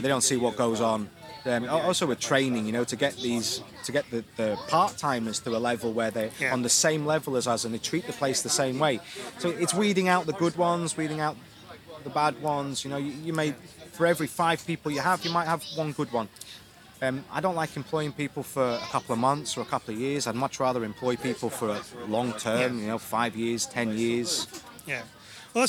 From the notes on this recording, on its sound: Interviewed live at the back of the Isle of Man TT Grandstand